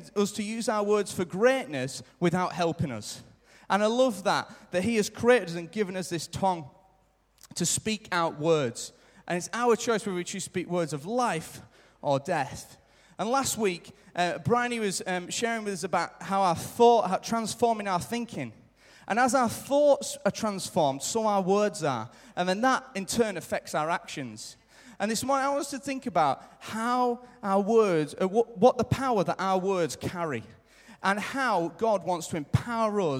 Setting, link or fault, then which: setting, live audience